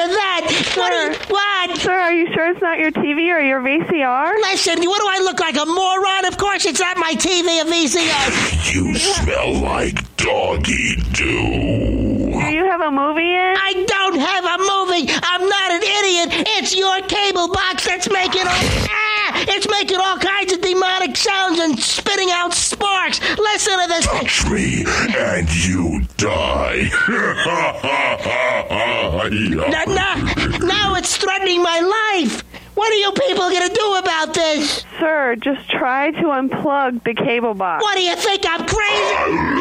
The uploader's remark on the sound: Prank Phone Calls